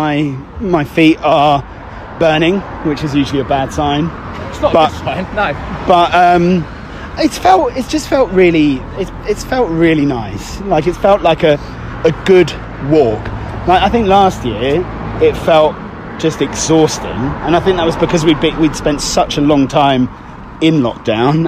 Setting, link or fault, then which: setting, outdoors